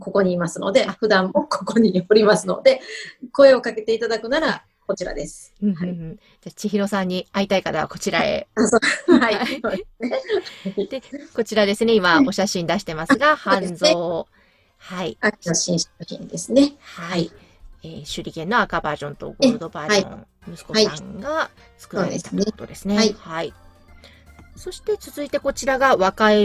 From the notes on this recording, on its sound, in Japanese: Zoom収録